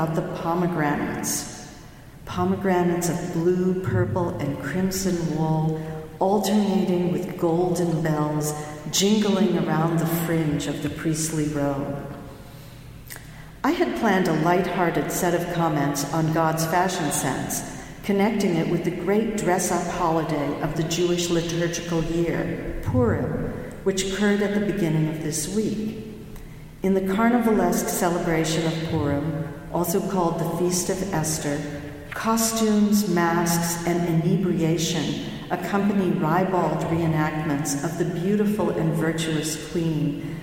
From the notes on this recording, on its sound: delivered the following remarks at Morning Prayers in Harvard's Memorial Church on March 11, 2020